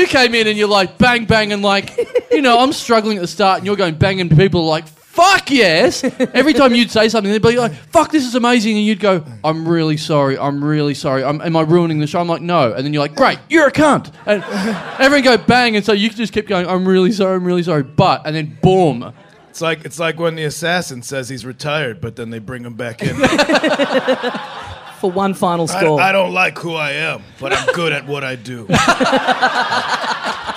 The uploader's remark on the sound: Recorded LIVE at The European Bier Cafe